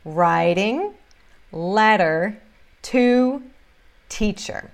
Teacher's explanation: Tem esse flap T, esse T que tem som de R em writing e letter, e depois esse T verdadeiro, to e teacher.